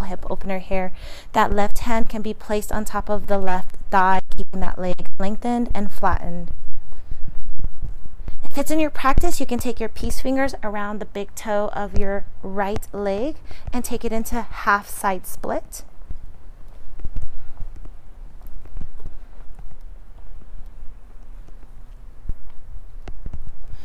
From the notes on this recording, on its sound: Today, we are live from sunny Las Vegas! Enjoying the great outdoors and practicing a much needed therapy session - on self!